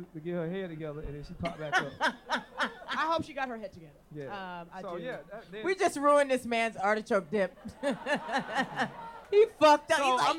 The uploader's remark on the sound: Unofficial Expert Live in San Francisco. Listen to our live show in San Francisco from last month. Take some audience questions.